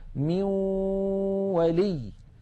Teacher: مثال على ذلك من ولي، لاحظوا بأن الجزء اللساني في النون انعدم وتحول إلى واو، وأن الغنة قد بقيت · Term: الإدغام بغنة